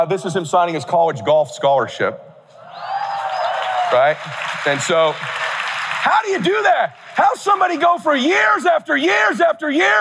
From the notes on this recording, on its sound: Keynote Address at KWRI Family Reunion 2023 (Video Replay)